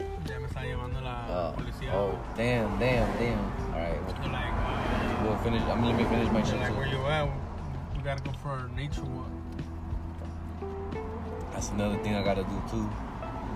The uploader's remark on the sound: We tend to smoke & drink at this certain spot ! Trying to do these episodes outside.